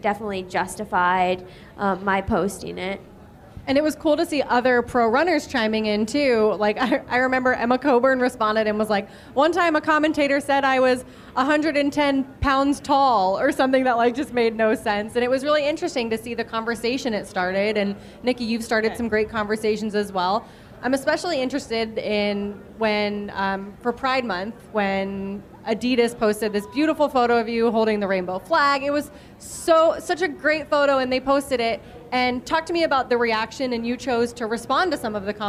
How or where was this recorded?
live audience